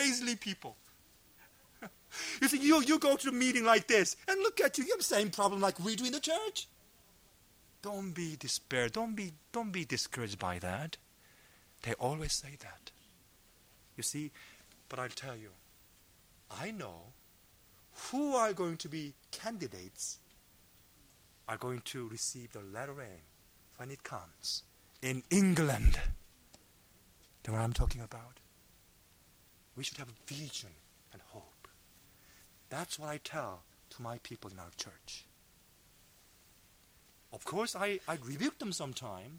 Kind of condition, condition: setting, large echoing room